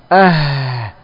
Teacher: Nafas itu mengalir. Bahkan huruf ini adalah huruf yang paling boros nafasnya. · Term: hams